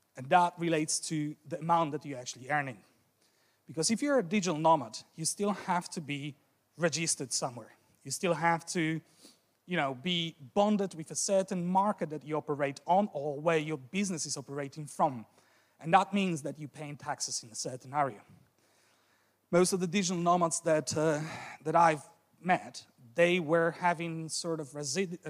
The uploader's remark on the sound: This episode is a recording from Weekend Kapitalizmu - celebration of freedom, independence and good business; three days of lectures, debates and film screenings.